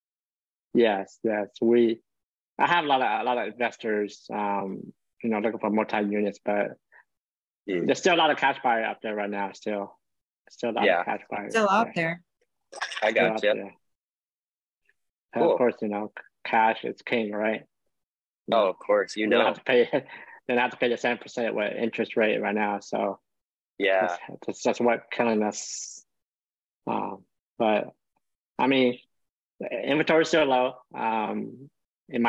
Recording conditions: video call